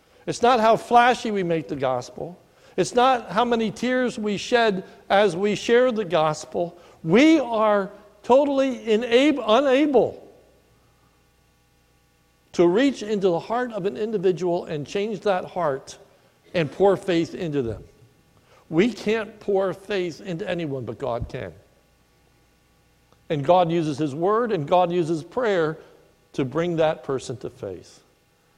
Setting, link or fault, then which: setting, large echoing room